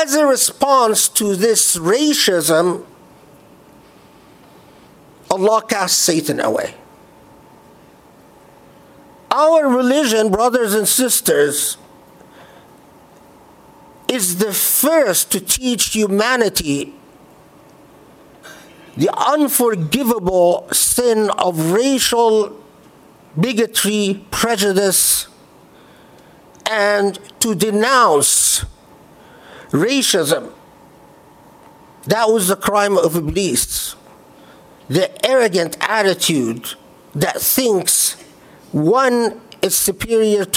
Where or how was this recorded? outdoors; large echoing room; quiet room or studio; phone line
large echoing room